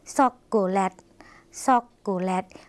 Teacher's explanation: ภาษาลาวค่ะไม่มีเสียงชอช้างนะคะ